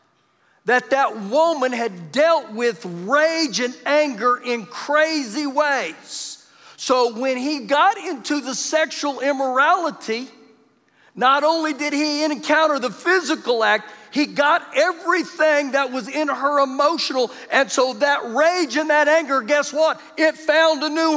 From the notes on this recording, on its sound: Recorded live during our Wednesday night service